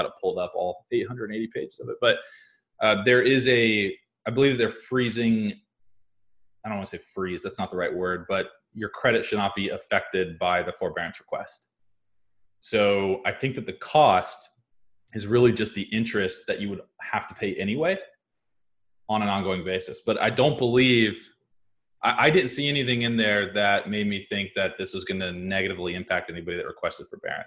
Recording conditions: video call